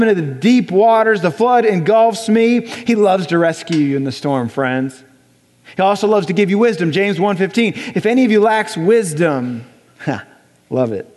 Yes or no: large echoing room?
yes